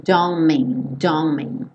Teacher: você vê esse T sumindo. E aí, o N do don't já junta com o M do mean. Don't mean, don't mean, ok?